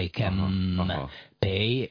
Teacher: Hát azért ez a sebességtől függ, mert például angolul az, hogy can, tudok, igen, és pay, fizetni, azért egy bizonyos beszédsebességnél már I can pay lesz M-mel